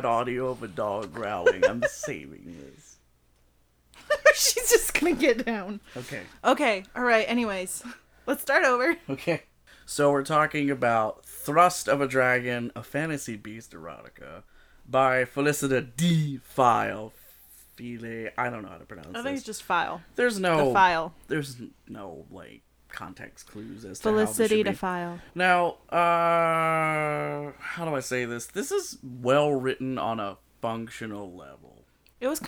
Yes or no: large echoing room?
no